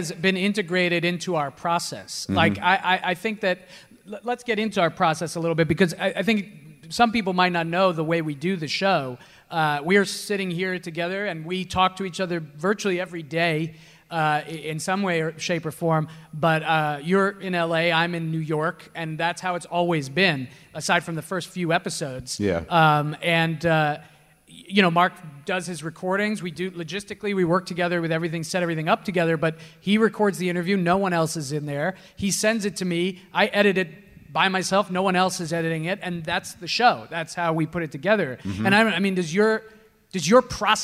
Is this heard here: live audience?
yes